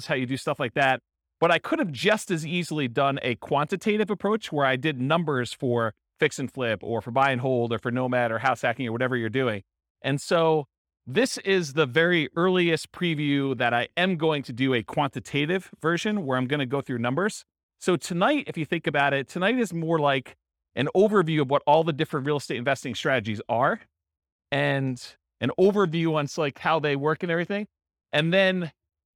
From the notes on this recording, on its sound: Real estate entrepreneurs in Lawrence, Kansas. This was a live class recorded. The live in-person version.